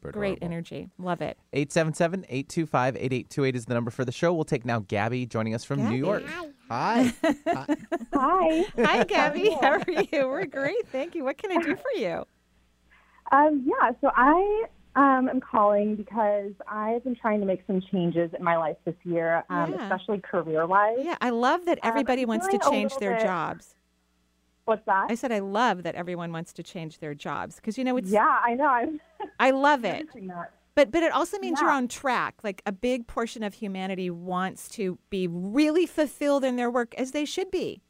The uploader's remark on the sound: Enjoy this call in show